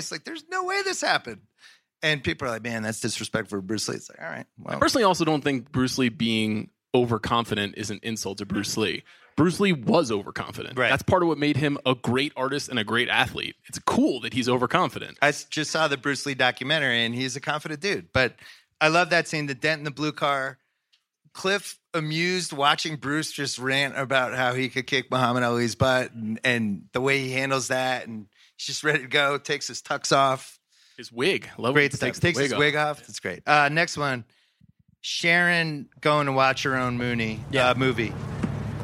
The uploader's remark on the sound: Live from the Sundance Film Festival